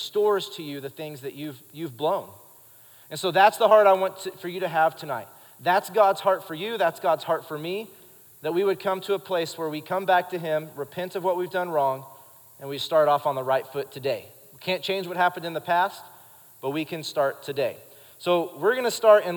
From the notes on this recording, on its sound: Recorded live during our Wednesday night service